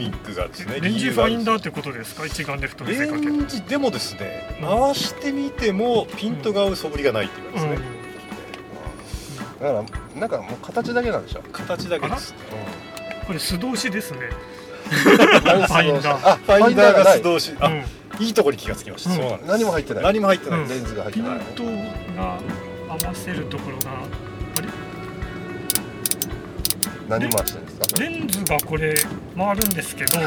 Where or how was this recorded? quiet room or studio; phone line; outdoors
outdoors